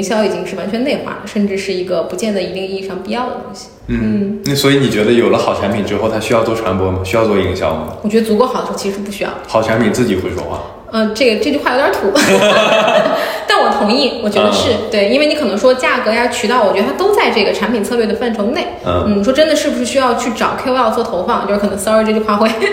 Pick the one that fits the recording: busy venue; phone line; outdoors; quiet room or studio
busy venue